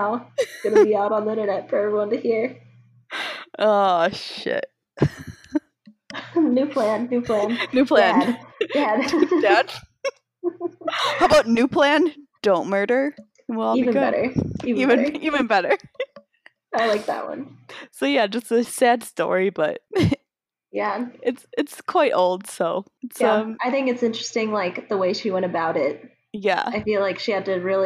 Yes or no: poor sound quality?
yes